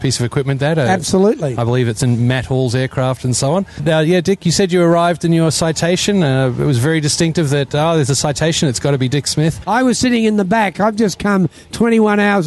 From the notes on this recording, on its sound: At the recent AusFly event. To record a quick chat.